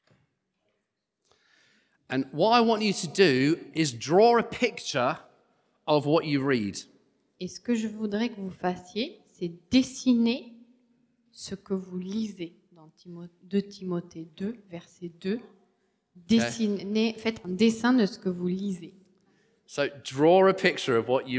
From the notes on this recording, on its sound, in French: Enregistré à l'église CVV